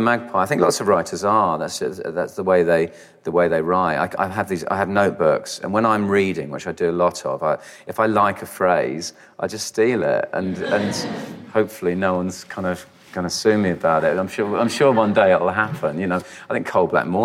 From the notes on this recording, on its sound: live at The Rio Cinema in London